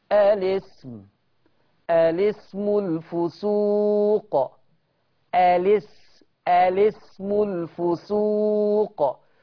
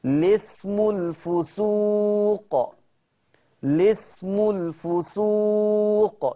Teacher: يبقى لما ابدأ بيها ليا وجهين، ينطق همزة الوصل زي ما هي قدامي في المصحف الاسم، يشيل همزة الوصل وابدأ باللام المتحركة واقول الاسم الفسوق · Shown in: second take · Term: حذف همزة الوصل